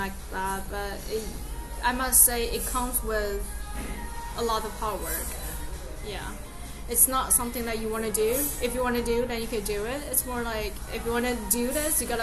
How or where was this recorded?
busy venue